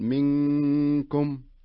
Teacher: صح فيها أخفاء، لكن لابد أني أبين الغنة حركتين